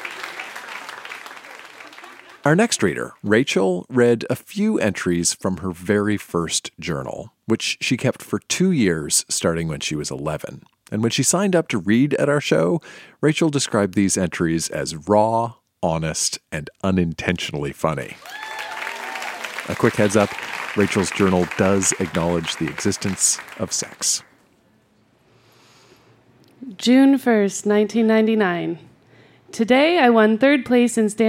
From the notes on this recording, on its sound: Recorded live at the Tranzac Club in Toronto.